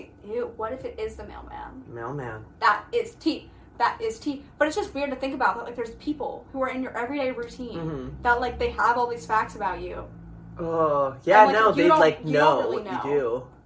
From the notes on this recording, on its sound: Sorry for the background noise, our microphone audio busted!